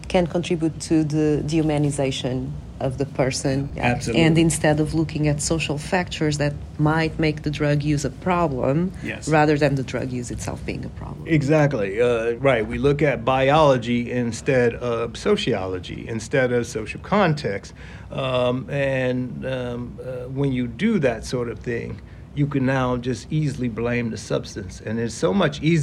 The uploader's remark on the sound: Recorded on-site at the convention. At the 2023 APS Annual Convention.